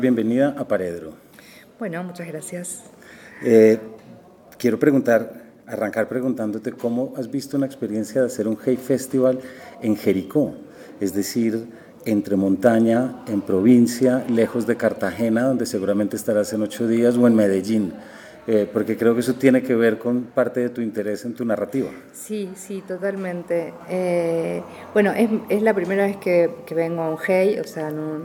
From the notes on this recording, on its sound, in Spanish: Traemos un capítulo grabado durante el Hay Festival Jericó 2024, al cual fuimos invitados por Comfama. Aprovechamos para realizar tres entrevistas màs cortas de nuestro formato habitual.